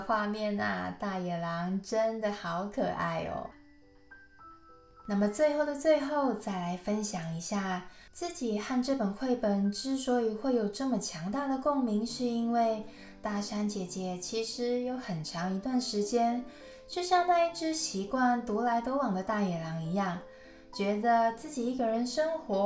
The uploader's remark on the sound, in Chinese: 在山上錄音就會把蟬的聲音錄進去。請大貓咪們小貓咪們多包容剪不好的聲音。錄音設備：Zoom l8。